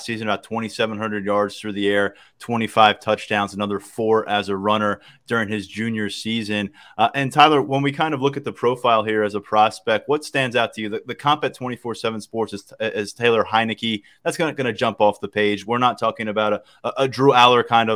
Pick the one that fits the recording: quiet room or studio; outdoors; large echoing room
quiet room or studio